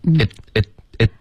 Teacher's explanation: It could 的这个停顿呢，你要顶舌尖